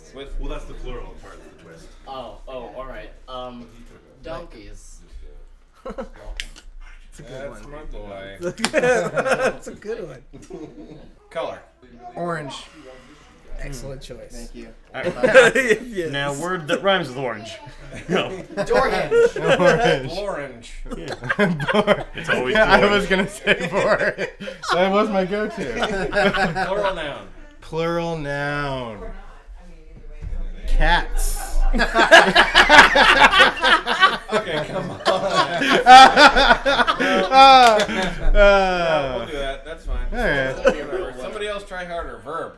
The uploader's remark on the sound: Recorded live at the Ol' Woofie holiday party.